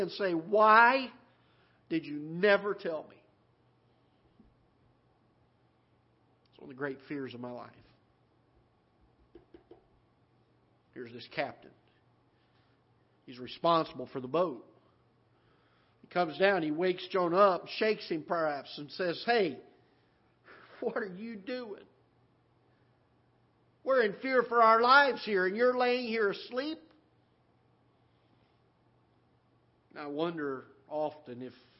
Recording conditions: large echoing room